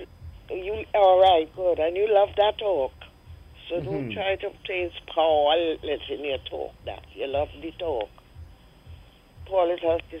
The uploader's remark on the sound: During this hour we take calls from our audience.